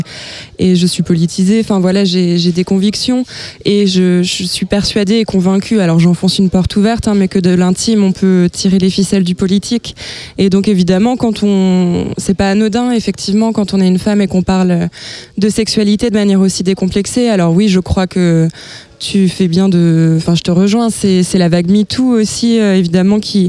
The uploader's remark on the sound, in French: En direct des Trans Musicales de Rennes